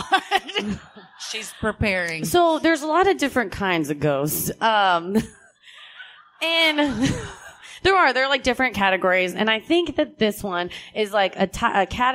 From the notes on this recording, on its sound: This episode was recorded live at the 2019 Dallas Comedy Festival!